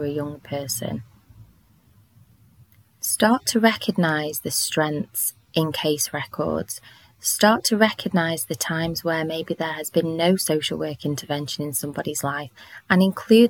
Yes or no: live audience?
no